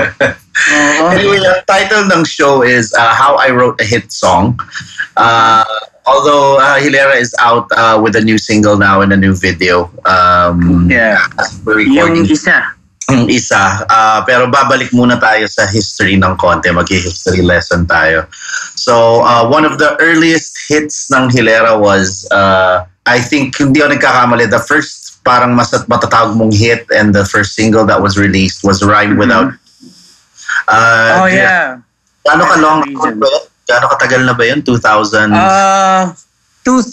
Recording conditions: video call